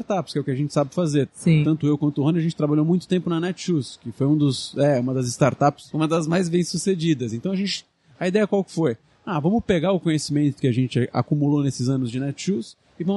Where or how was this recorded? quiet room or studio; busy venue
busy venue